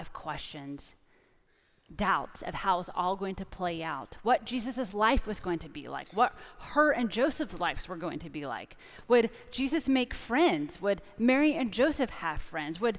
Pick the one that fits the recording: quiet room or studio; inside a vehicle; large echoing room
large echoing room